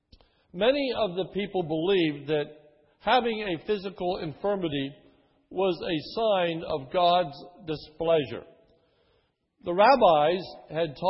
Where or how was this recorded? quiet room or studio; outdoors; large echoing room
large echoing room